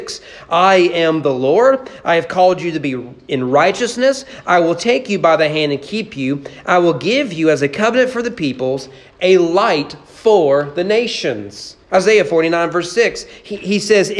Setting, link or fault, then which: setting, large echoing room